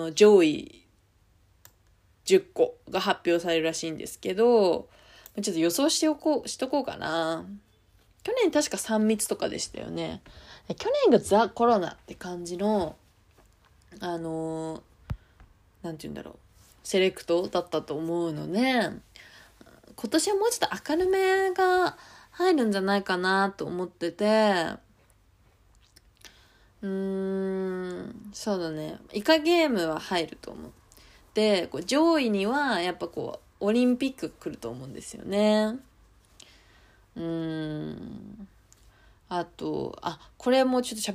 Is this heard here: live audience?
no